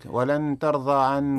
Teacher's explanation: النون ولن، نون ساكنة في لفظ ولن عند تاء ترضى، حكمها الإخفاء مع الغنة